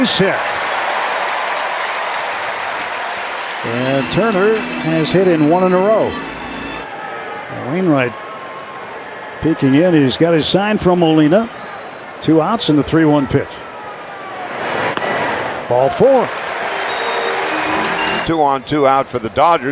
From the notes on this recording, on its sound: POSTGAME REPORT Live at 1:15pm pst from #dodgerstadium